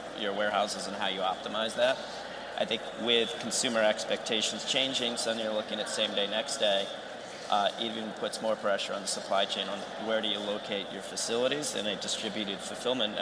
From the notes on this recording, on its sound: on the set of FreightWaves LIVE in Chicago